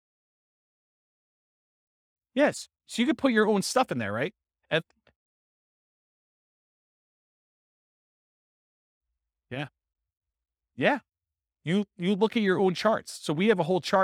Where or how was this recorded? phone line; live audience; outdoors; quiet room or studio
live audience